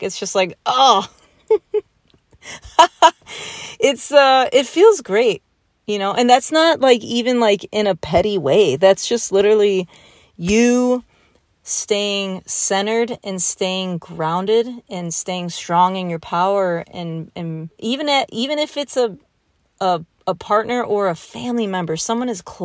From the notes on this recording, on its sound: Sitting in my car late at night in Kentucky.